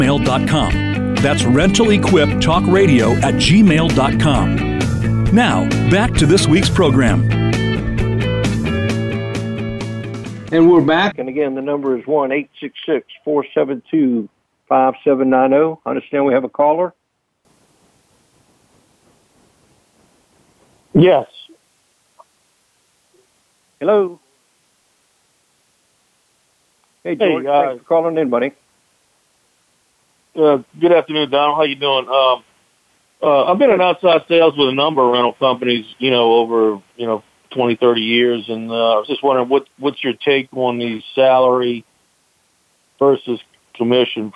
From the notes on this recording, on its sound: I will be fielding call ins.